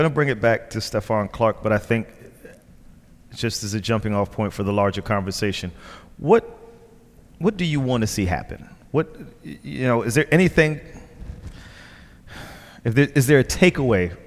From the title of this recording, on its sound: Live in Sacramento